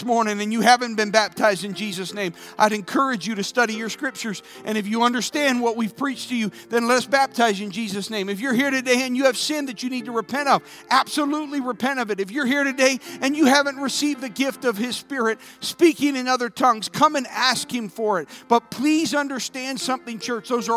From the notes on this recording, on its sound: This sermon was recorded live on February 13th, 2022 at Newark United Pentecostal Church.